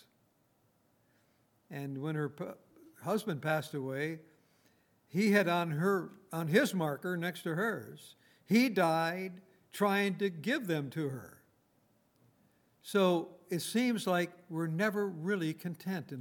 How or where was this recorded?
large echoing room